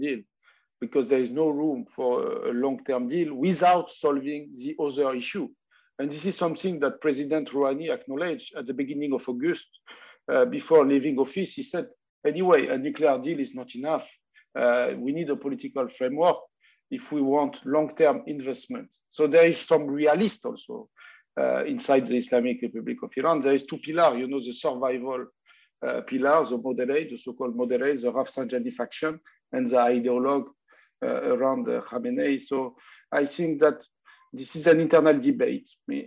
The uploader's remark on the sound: This public talk was conducted online via Zoom